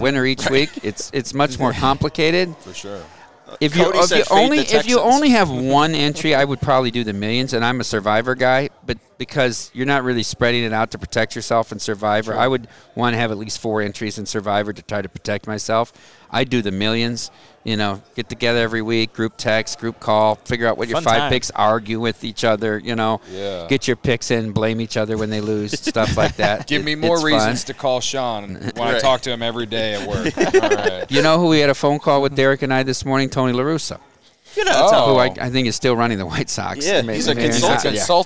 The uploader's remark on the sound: LIVE from Circa Resort and Casino